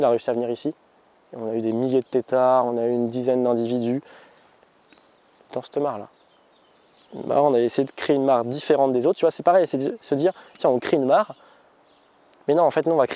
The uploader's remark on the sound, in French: Balade à la Ferme du Grand Laval